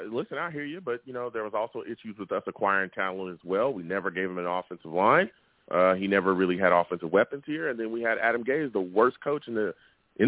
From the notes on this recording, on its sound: I take live callers!